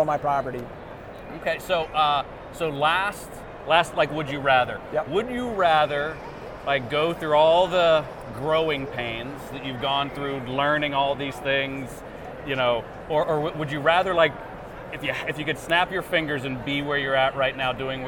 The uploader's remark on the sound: Live at AU 2023 in Las Vegas!